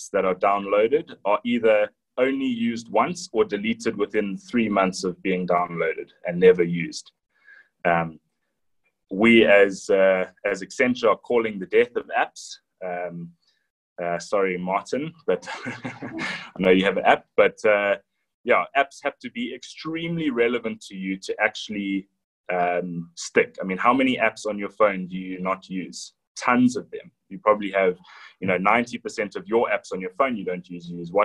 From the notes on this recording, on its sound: Breakthru Business Forum ZOOM Meeting.